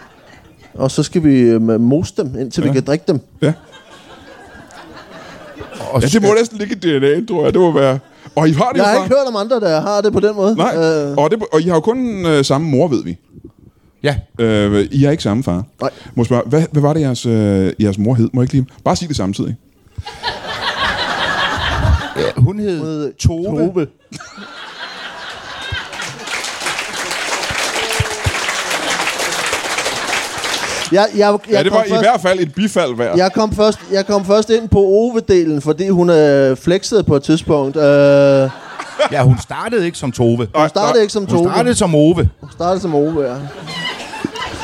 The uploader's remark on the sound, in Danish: LIVE fra Ramsømagle. Optaget foran et fremragende publikum i Ramsømagle Forsamlingshus.